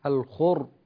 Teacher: قلقلت الراء. الخرطوم، سكن الراء تماما، الخر. نعم.